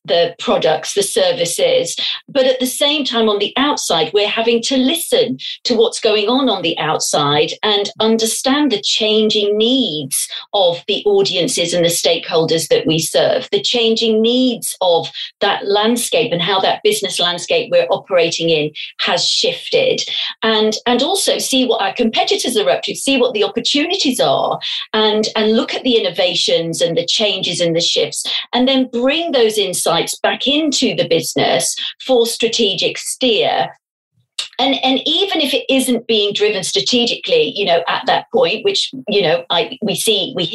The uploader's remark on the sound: In this episode, we were interviewed for a live ‘ MarketingKind Digital Fireside ’ session. Our podcasts are recorded purely via online conferencing platforms, we apologise for any minor sound quality issues.